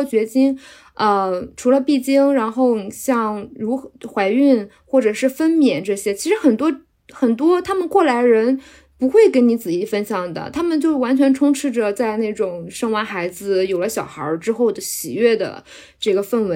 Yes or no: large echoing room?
no